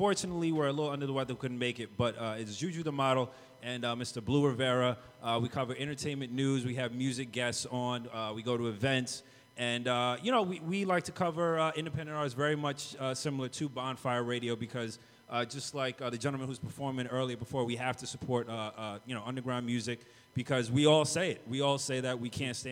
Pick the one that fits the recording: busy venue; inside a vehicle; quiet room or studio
busy venue